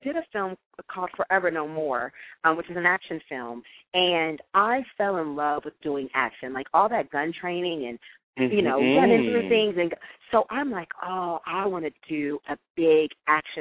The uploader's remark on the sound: a veteran calling in LIVE from Afghanistan